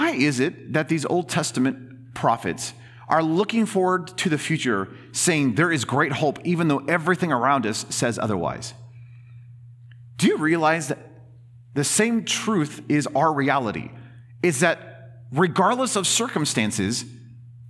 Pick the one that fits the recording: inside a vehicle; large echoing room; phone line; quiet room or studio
large echoing room